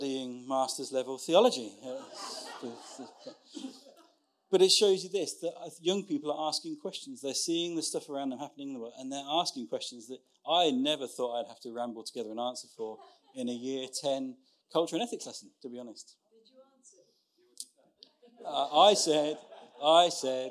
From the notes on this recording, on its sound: Recorded Sun 17th Sept at Saxon Hall, Raunds